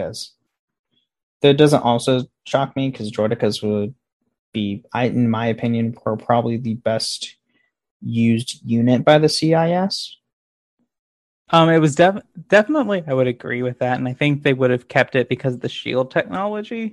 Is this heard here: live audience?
no